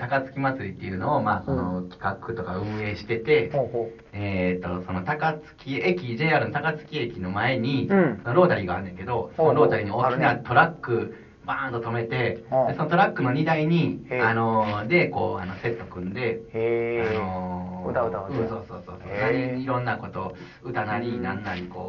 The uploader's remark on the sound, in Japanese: 音声悪。笑い声あり。